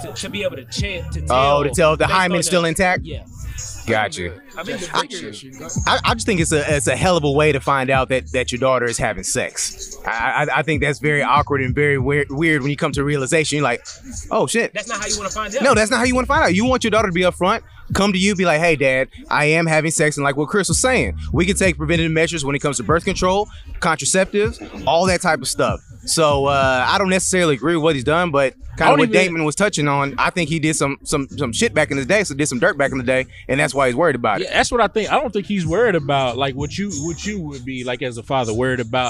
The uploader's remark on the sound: On this episode we recorded the podcast at the Texas State University Homecoming tailgate.